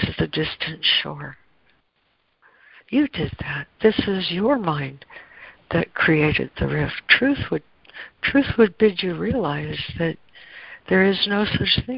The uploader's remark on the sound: ACIM Daily Conference Call